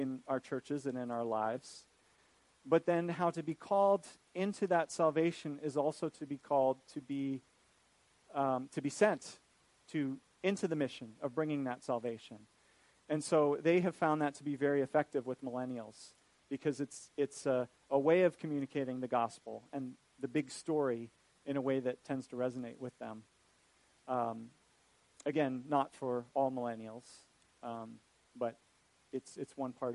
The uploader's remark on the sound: This is a recording of a lecture